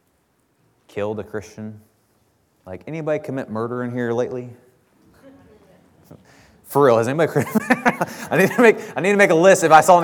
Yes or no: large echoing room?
yes